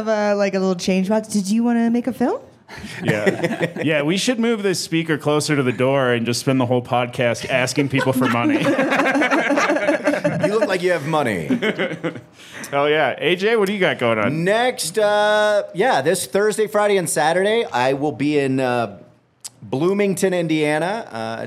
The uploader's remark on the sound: live at the Vail Comedy Festival